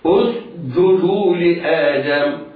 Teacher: كذلك هنا سين ساكنة بعدها جيم، على القارئ أن يميز السين من الجيم بأن ينطق بالسين ساكنة غير مقلقلة ثم يصحبها صفيرها ثم ينطق بالجيم شديدة